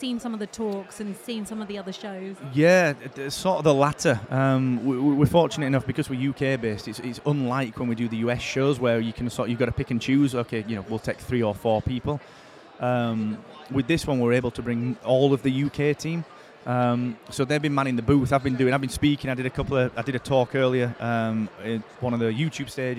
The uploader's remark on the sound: Live in London